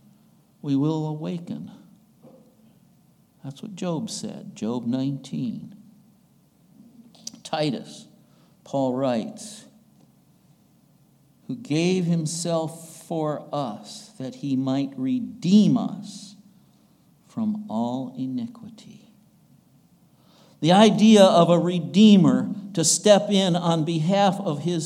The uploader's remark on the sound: recorded on August 6, 2022, at the Ringgold Seventh-day Adventist Church.